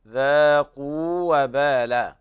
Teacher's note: ذاقوا وبال، وهنا لا يوجد إدغام، الواو الأولى من جوف الحلق والواو الثانية من الشفتين، فهنا ليس هناك تماثل بين الواوين